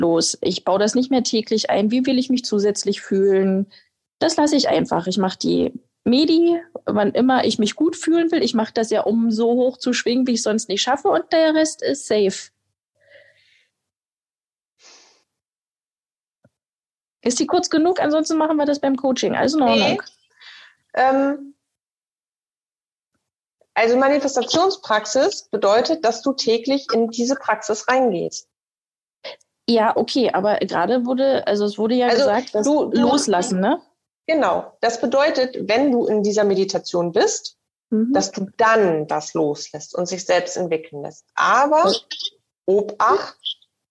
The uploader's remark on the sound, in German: Den Zusammenschnitt aus dem ersten CoachTime LIVE Call unserer SILA. Da es das Audio eines Zoom-Calls ist, bitte ich die nicht ganz so 100% reine Tonqualität zu entschuldigen.